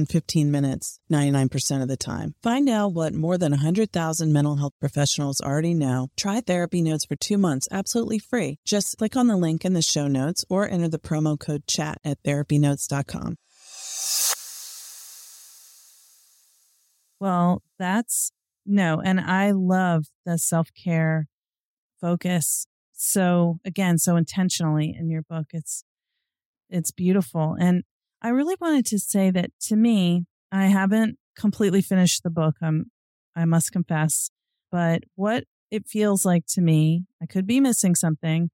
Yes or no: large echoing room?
no